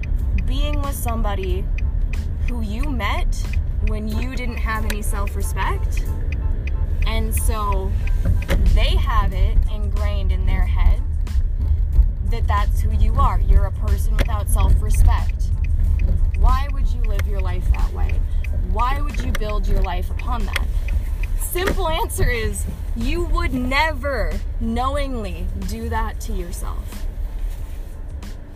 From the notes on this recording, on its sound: Headphones warning this is a car convo and it might get a little loud sorry about that